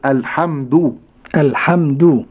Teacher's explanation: مشددة، فلا أقول الحمد لكن أقول الحمد الحمد. والدال ألاحظ أن هذه الدال مضمومة، فيجب علي ضم الشفتين ضما كما نبهنا، أقول الحمد الحمد، وزمن الدال هو زمن الضم الحمد الحمد